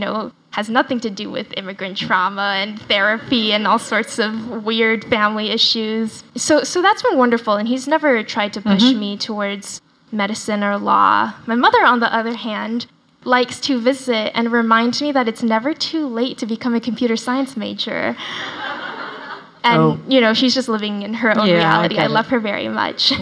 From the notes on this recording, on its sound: live at Barnes & Noble Union Square